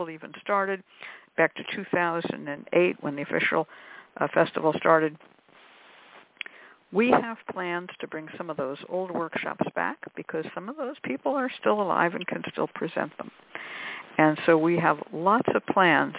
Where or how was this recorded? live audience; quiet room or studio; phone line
phone line